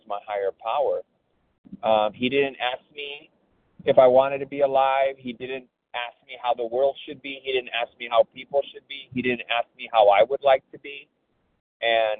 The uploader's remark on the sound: from the 100 Pounders Phone Meeting, 5/9/23